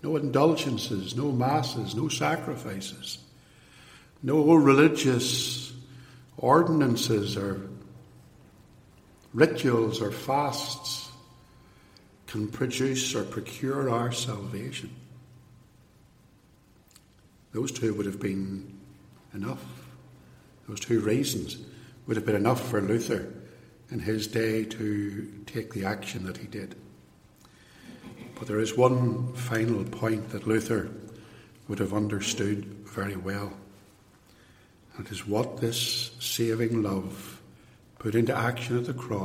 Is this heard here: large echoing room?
yes